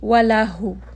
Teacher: the proper pronunciation for waw and dhamma is that the lips need to be rounded. So here I am going to make sure that I am rounding the lips. · Term: rounding your lips